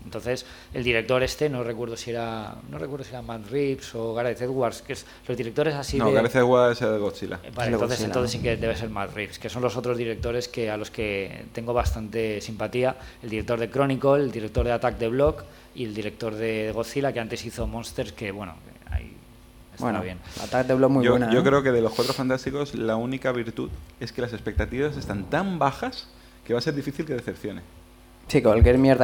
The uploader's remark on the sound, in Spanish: Desde el Salón del Cómic de Alicante 2014. Se celebraba en Alicante el Primer Salón del Cómic, Alicomic, en el recinto ferial IFA de Alicante.